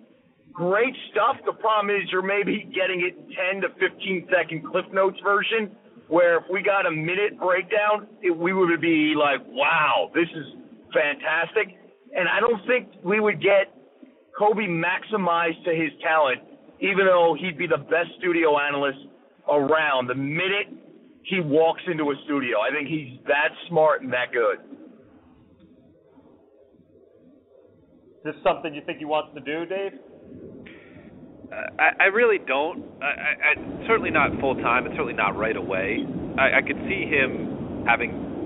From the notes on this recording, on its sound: In spite of some audio issues.